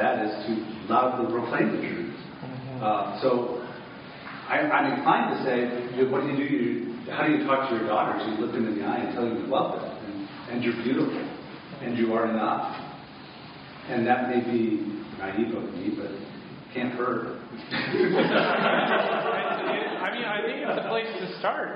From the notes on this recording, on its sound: This week's episode features audio from a workshop